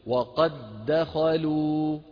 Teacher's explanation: الدال الأولى ساكنة والثانية مفتوحة، فندغم الساكنة في المفتوحة فيصير النطق بإيه؟ بدال واحدة مشددة · Term: إدغام متماثلين